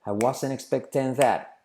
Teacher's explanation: La T de wasn't no se pronuncia.